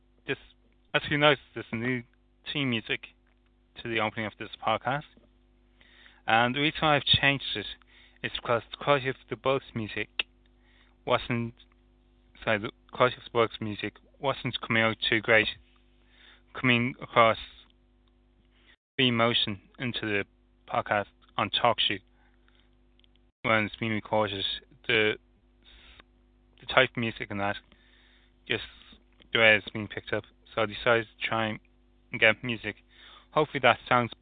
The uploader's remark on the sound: ReBuged Live On Talk Shoe. People dialed into the recording on stand.